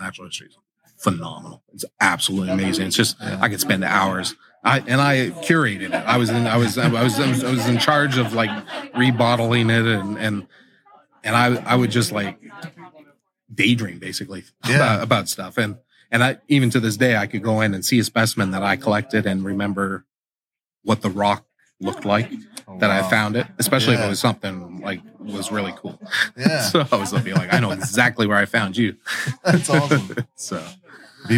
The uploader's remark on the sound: This podcast was recorded LIVE and streamed on my main channel while I was at the Tarantula Collective Meet Up at the Fear Not Tarantulas Grand Opening in Virginia Beach, VA.